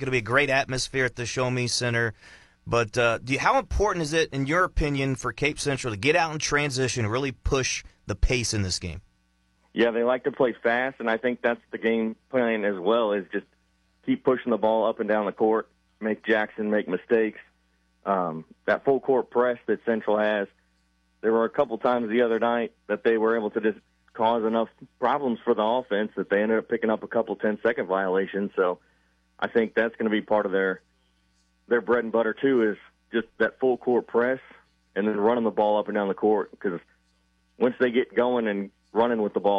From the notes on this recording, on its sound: Opened up the phone line to listeners.